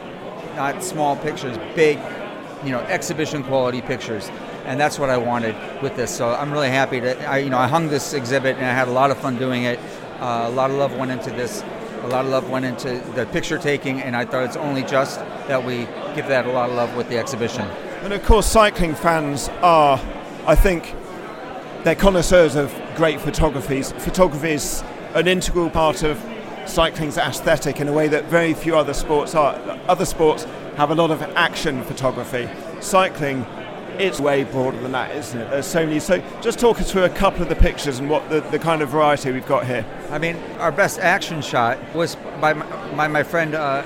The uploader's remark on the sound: Live from Rouleur Live 2023